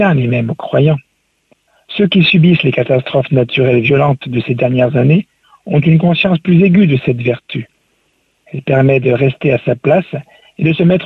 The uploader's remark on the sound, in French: Invité par téléphone.